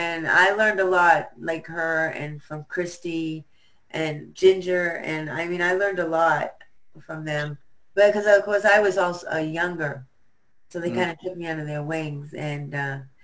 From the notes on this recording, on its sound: Our Zoom interview on 5/3/2020